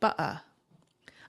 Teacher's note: I'm not actually saying tea, ba'a. I'm just stopping air from going from my throat through my mouth. · Term: glottal stop